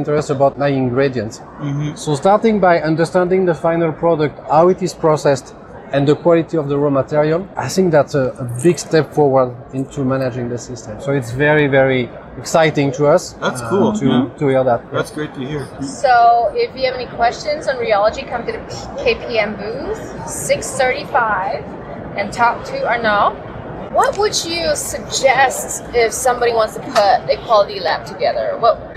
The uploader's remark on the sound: Interviews he recorded live from the show floor. IBIE Trends Roundtable.